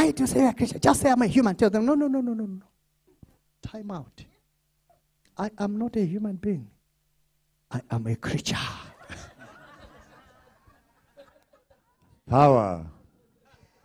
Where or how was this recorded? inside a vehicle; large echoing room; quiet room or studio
large echoing room